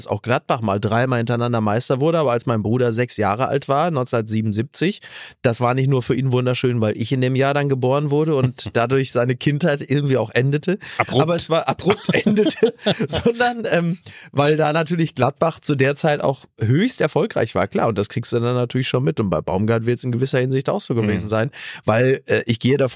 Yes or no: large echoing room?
no